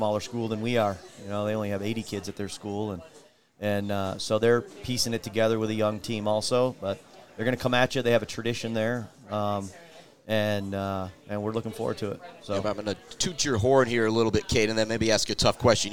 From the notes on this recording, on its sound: live from The Bird Bar and Grill